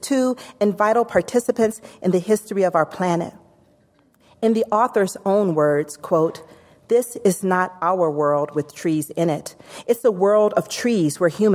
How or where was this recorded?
live audience